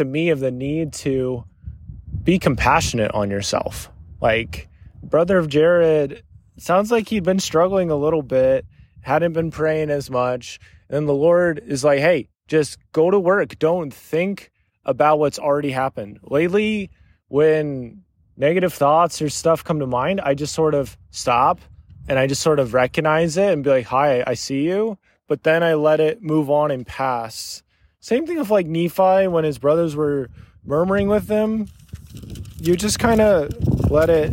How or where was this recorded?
outdoors